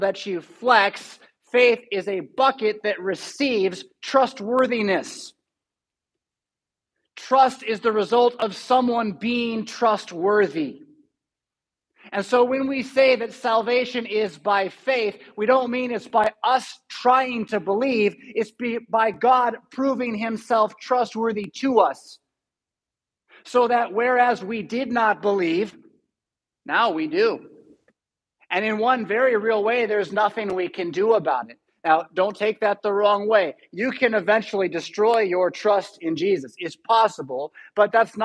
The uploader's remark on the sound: Preached at St Paul Lutheran Church , Rockford, Illinois on May 15, 2022.